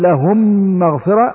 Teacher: أدي ميم ساكنة والميم الثانية متحركة فأدغمنا